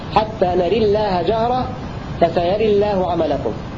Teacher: الوجه الثالث الإمالة مع ترقيق لام لفظ الجلالة نظرا للإمالة قبلها هكذا حتى نرى الله جهرة فسيرى الله عملكم.